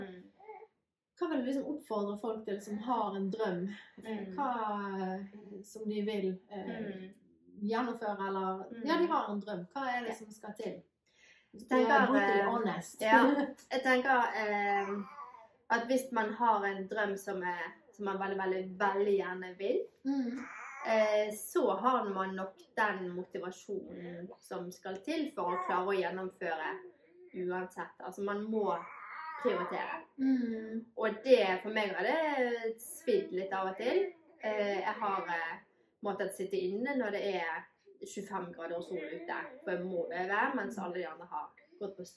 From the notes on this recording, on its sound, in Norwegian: Denne episoden ble spilt inn for en del måneder siden, med både hund og baby i samme rom. Den er perfekt uperfekt med både lyd, bilde og editering.